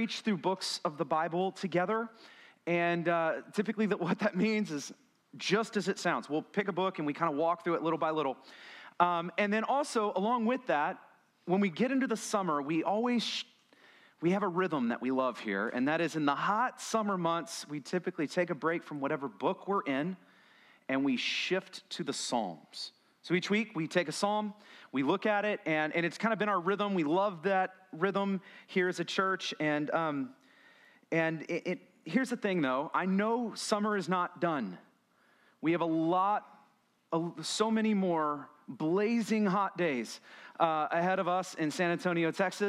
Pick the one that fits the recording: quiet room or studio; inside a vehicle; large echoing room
large echoing room